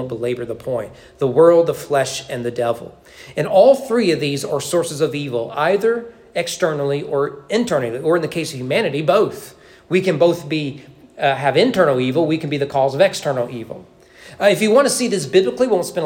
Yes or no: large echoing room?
yes